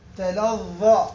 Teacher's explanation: فهذه الظاء وليس الضاد، تلظى هكذا رخوة